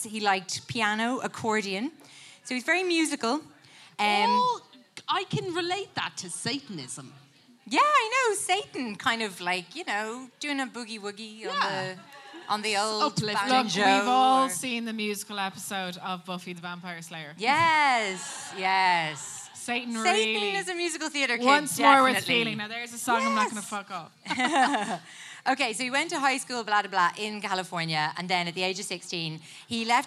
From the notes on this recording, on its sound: LIVE at the lighthouse